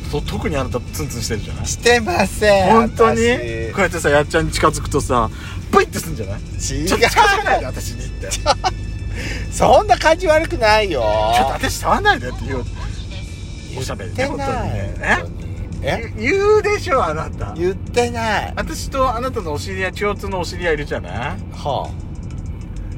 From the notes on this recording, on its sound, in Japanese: From Radiotalk。ドライブ収録 #ロードノイズごめんね。